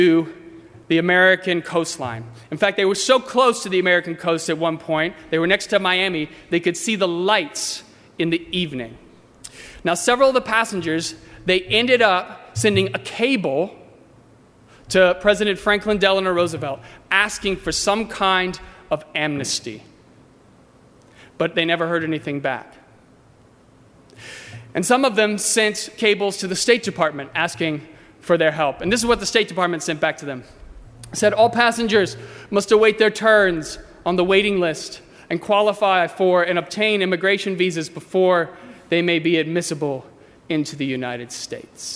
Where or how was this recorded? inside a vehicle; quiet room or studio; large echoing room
large echoing room